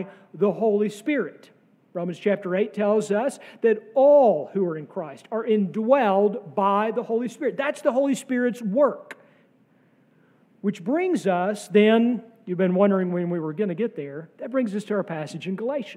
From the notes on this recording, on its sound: sermon from our Pentecost Sunday worship service on May 28, 2023.